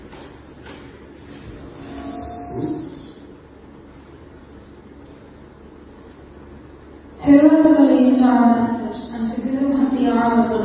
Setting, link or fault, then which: setting, large echoing room